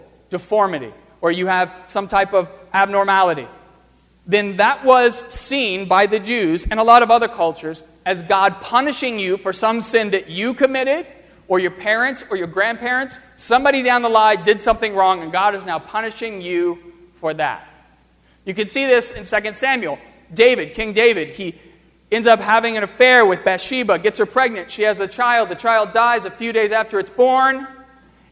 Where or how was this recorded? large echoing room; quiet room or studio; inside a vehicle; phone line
large echoing room